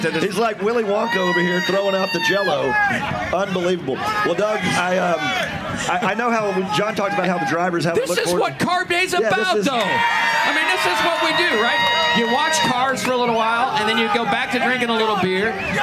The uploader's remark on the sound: opens the show LIVE from Carb Day